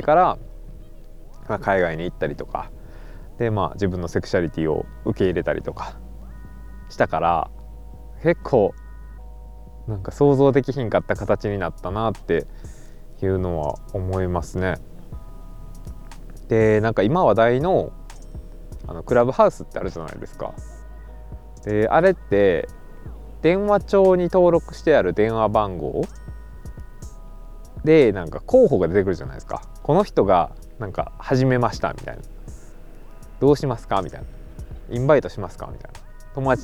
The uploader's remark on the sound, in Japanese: 野外収録雑談